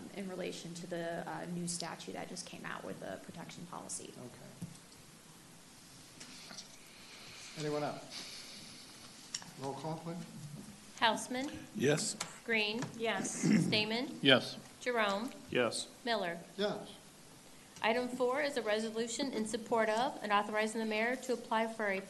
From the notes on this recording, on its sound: This is a live recording of the Collinsville City Council from January 11, 2022.